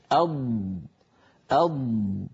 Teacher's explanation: والضاد أيضا رخوة يعني صوتها قابل للتطويل